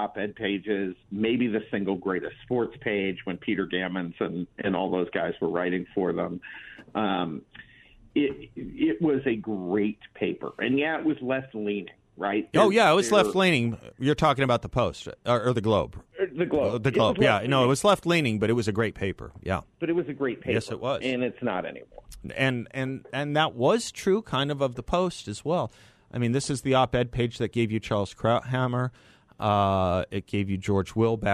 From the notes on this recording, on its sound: by phone for the full hour